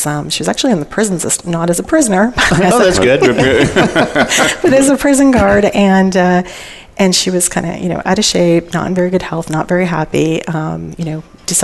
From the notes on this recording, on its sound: Live Broadcast at the The IPBC IGNITE Conference.